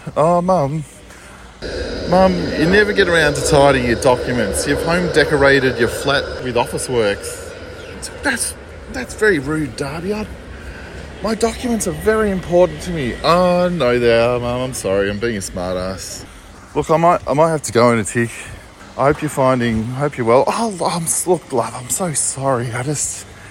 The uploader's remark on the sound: while walking around talking shit into my phone